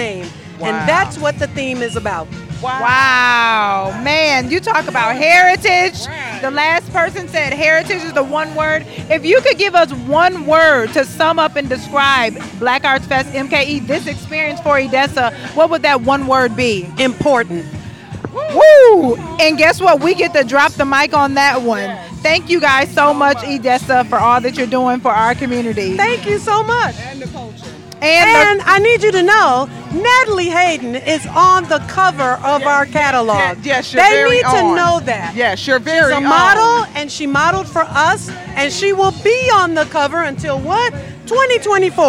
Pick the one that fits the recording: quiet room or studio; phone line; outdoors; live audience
outdoors